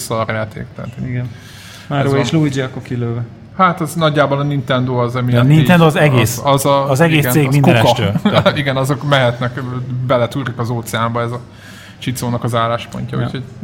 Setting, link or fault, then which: setting, live audience